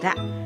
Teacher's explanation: から体操。これはお口をスムーズにする体操です。まずは上唇と下唇がしっかりと閉じることで発音するパ、それから舌先が上顎の裏の上の前歯のところにしっかりとついて発音するタ、ベロの奥に力を入れて軟口蓋が持ち上がることで発音できるカ、舌の先を反らせて上の顎の下の先を当てて発音するラ、このパタカラでしっかりと発音してごっくん、この機能をしっかりとつけましょう。キラキラ星の曲に合わせてパタカラで歌ってみましょう。